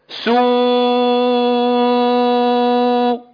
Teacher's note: عند النطق بهذه الكلمات يحدث اهتزاز للأحبال الصوتية مع انضمام الشفتين عند الواو